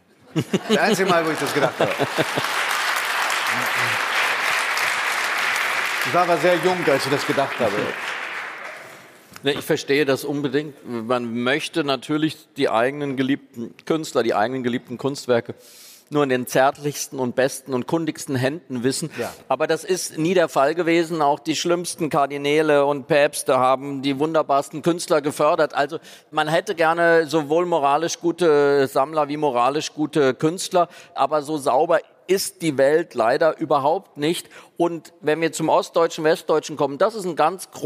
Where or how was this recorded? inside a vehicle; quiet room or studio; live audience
live audience